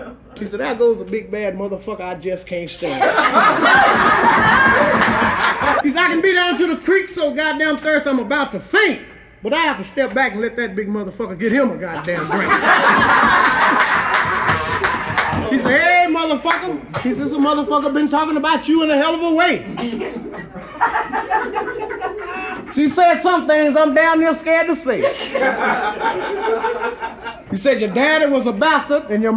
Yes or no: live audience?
yes